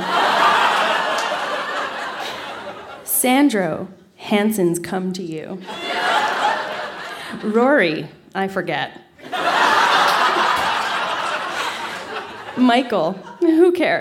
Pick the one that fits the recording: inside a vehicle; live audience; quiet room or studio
live audience